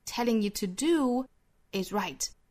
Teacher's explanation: do is right. To do 这个 do 跟后面的 is 可以做连读，当然我们刚才说到也可以做一下停顿，如果连读的话要带出这个小 w 的发音 do is right 也可以选择停顿，就是 telling you to do is right,这个时候多半是强调这个 do 才会停顿的